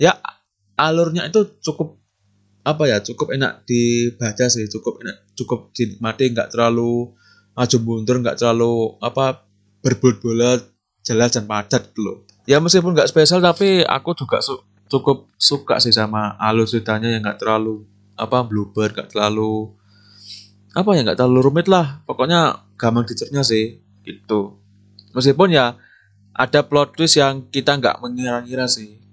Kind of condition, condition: fault, poor sound quality